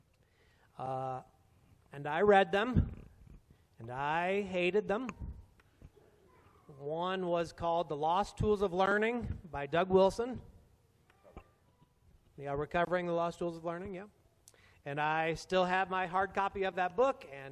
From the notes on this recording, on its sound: A Q&A forum for us with a live audience after an all church potluck at Trinity Evangel Church.